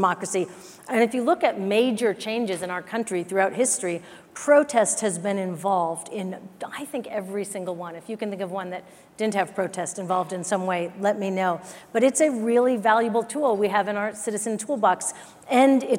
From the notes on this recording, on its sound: Live from GreenBiz 17. Audio clips from the premier annual event for sustainability leaders.